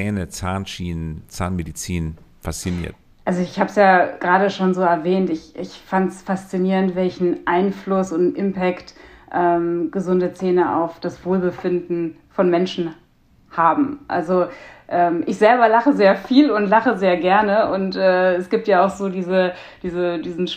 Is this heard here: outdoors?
no